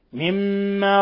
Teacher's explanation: التشديد مع بقاء الغنة. قوله تعالى مما، حرف غنة مشدد، مما، انظر إطباق الشفتين والغنة من الخشوم